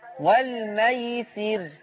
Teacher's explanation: لماذا تمد الياء؟ والميسر هكذا دون مد. ما في مد.